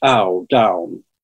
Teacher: A diphthong is two shapes, like ow, down.